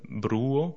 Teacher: Le R sera légèrement roulé en espéranto